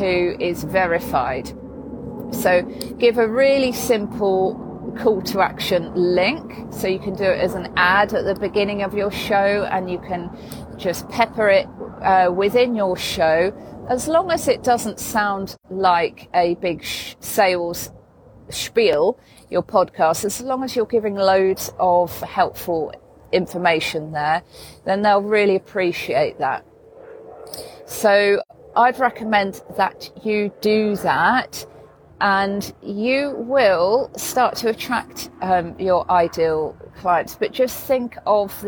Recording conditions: sounds in the background